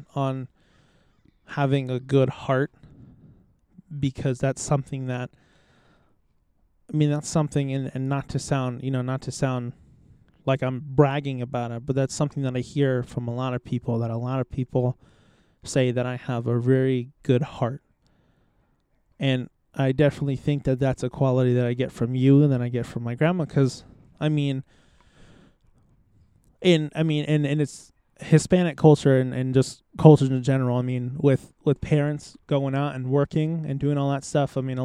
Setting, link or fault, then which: setting, outdoors